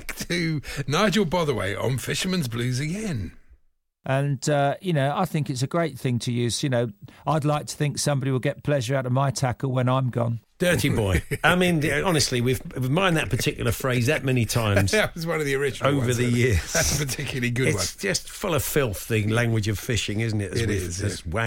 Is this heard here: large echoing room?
no